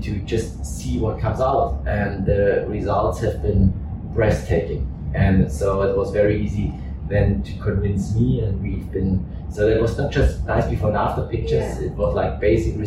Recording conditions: poor sound quality